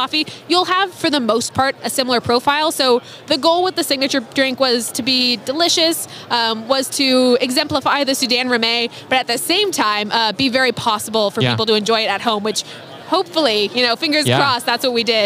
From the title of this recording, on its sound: Live at SCA